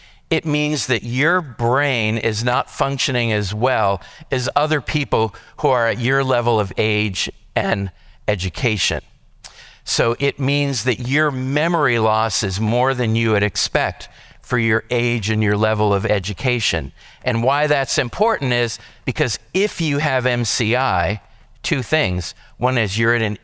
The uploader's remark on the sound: This podcast is a session recorded from our Alzheimer's and Dementia seminar held here at McGregor Baptist Church.